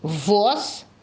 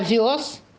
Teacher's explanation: Воз, звук В какой? Твердый, а вез мягкий.